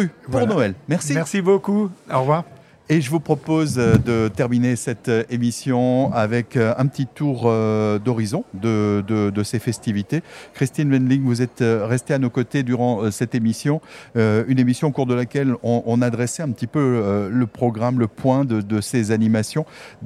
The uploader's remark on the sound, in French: en direct du marché de Noël à Haguenau